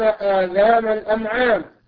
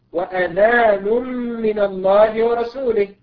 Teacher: الكلمتان نفس الحروف والتشكيل، غير أن الأولى فيها مد بدل بعد همزة القطع وهي جمع أذن، أما الثانية ليس فيها بدل وتعطي معنى نداء من الله تبارك وتعالى.